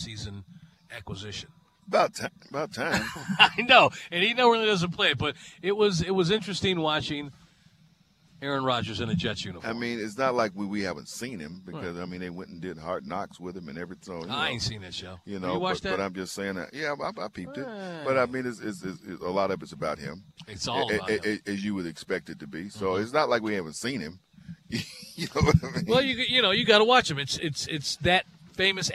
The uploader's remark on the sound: live from Chateau Elan